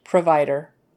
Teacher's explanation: So that O, provider, it gets lazy because it's not a stressed syllable. The vider is stressed.